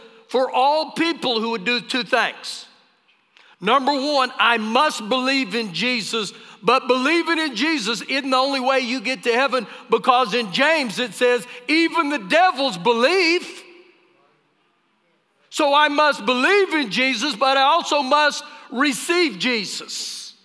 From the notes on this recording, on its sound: Recorded live during our Sunday morning service